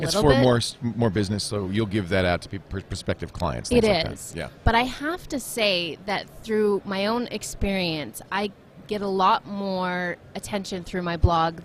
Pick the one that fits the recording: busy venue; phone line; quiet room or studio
busy venue